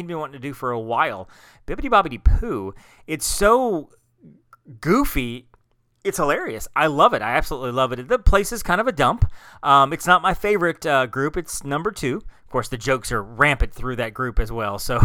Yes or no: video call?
no